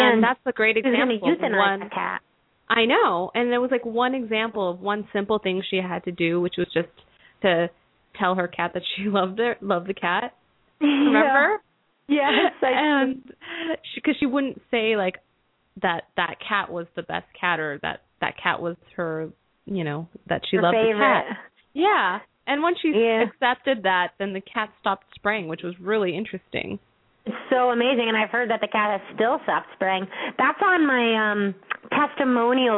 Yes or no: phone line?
yes